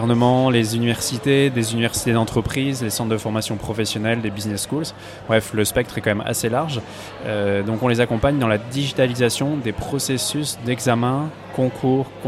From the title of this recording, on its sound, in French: En direct de l'édition 2019 des Rift's !